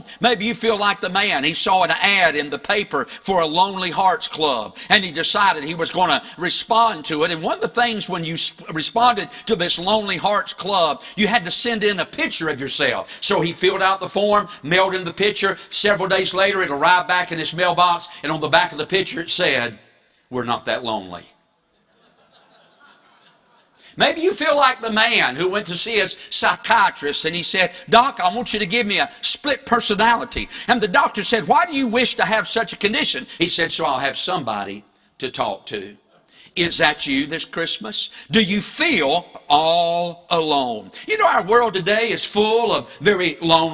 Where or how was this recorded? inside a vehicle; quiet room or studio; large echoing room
large echoing room